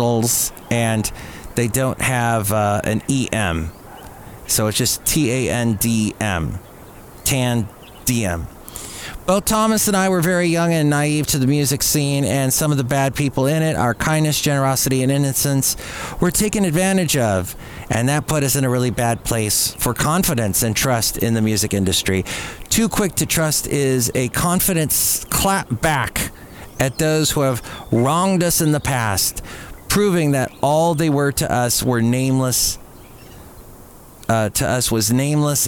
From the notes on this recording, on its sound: podcasts live from Café Anyway